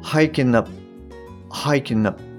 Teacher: この最後の N の音に、やっぱりこうアップが連結されると、先ほどと同じで、アップの P はですね、発音されないんですよね。なので、結果として、ハイキンナップ、ハイキンナップ。はい、こんな感じの音になります。はい。で、あとはですね、いつものように、マウントとかですね、マウンテインですね。これの t が落ちちゃって、マウンとか、マウン、のようなあの発音になってるかなと思います。ちょっとまた後で最後聞いてみましょう。それで、あと2分目の方はですね、あの、特に音理解としては、まあ難しい点はないかなと思います。はい。えっと、それじゃあ、あの、意味理解の方に入っていきますね。で